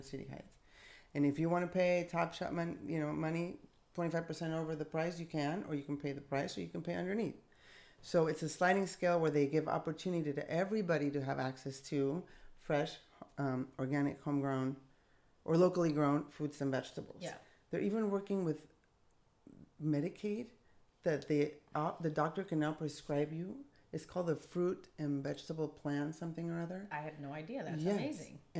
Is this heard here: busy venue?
no